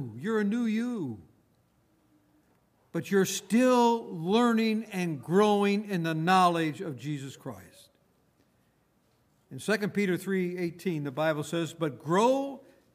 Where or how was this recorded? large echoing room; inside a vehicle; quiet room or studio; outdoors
large echoing room